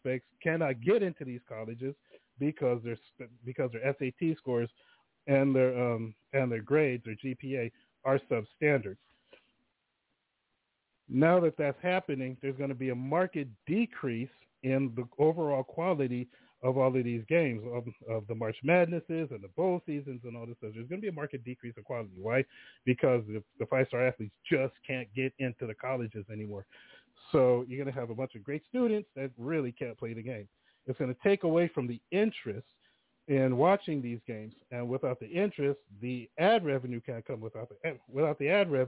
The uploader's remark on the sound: The phone lines are open in the second hour.